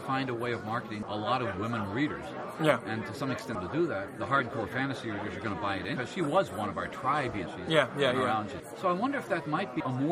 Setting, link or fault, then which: setting, busy venue